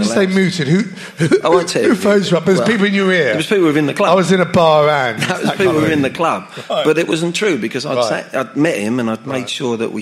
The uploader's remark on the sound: On tonight's Christmas show live from Dingwalls Camden. Recorded that night in the presence of 200 members of our Spurs Show family.